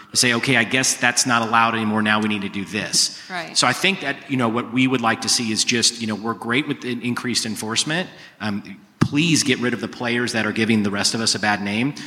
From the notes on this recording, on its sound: These leaders were featured on a panel at HousingWire Annual in Frisco, Texas.